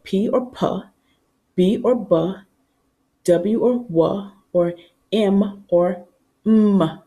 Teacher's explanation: These sounds are known as bilabial sounds, which means made by both the upper and lower lips. Therefore, these sounds cannot physically be produced if the upper and lower lips cannot physically meet.